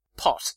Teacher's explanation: when English speakers say the word pot, normally there's a sort of a plosion of air. So that's an aspirated P.